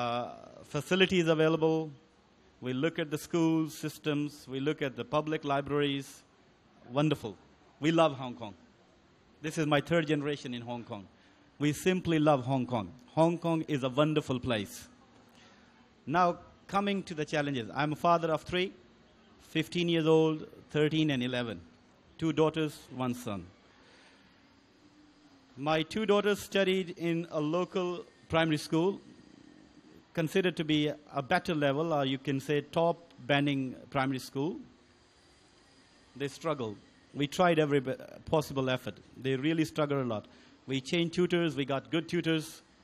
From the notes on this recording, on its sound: 舉行地點: 維多利亞公園涼亭. Venue: Band Stand, Victoria Park.